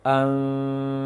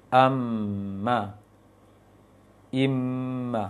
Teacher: Bibirnya direnggangkan sedikit, tidak rapat seperti mim biasa. Kalau mim rapat seperti biasa, seperti ini bacanya. · Term: mim yang samar